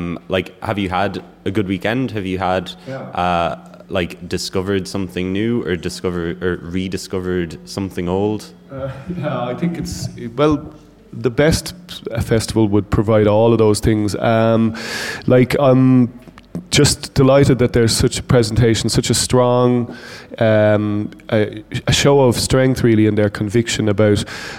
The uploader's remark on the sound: live at It Takes A Village